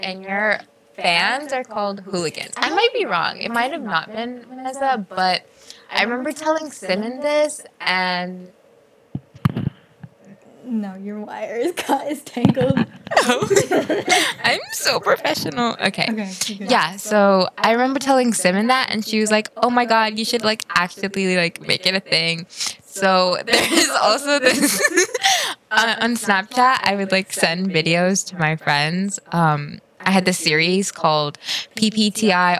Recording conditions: echo